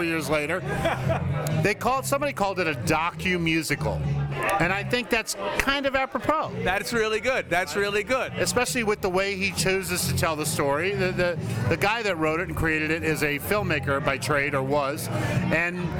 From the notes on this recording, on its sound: Recorded live in Pippin’s Tavern in Chicago.